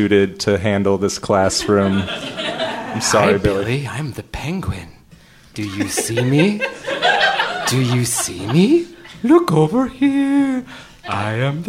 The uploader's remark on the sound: Improvised live in front of an audience